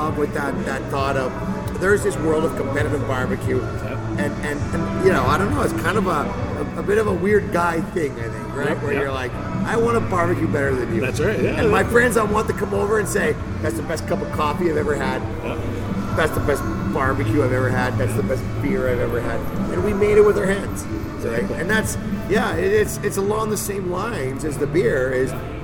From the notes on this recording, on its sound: We recorded the episode at the brewery, located at 801 30th Street NE in Calgary.